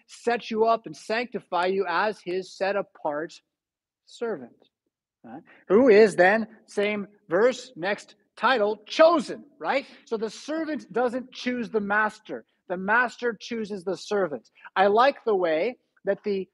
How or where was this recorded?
large echoing room